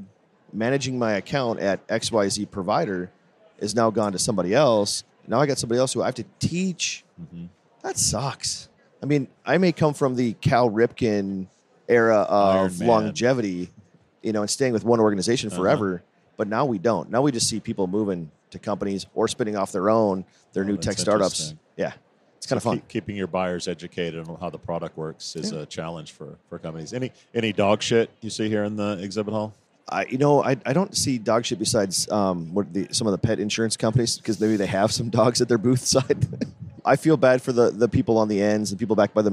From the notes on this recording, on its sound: Recorded at SHRM